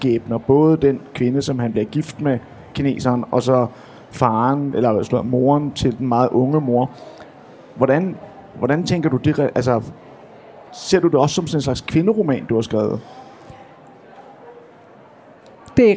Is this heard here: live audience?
yes